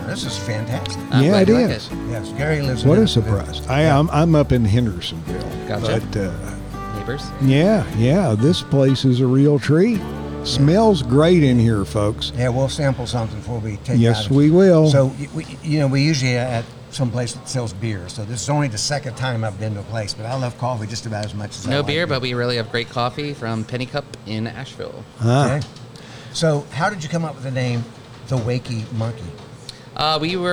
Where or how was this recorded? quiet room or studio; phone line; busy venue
busy venue